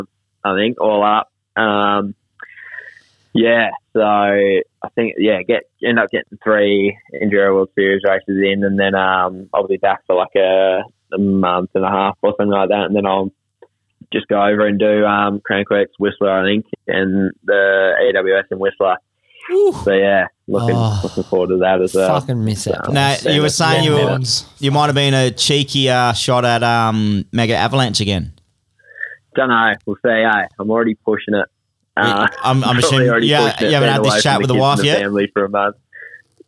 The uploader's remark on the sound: CALL IN FOR A CHAT!